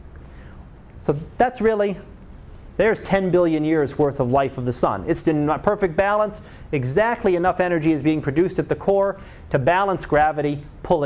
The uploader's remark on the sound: Live Class Lecture